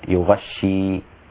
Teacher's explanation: قرأ شعبة بفتح الغين وتشديد الشين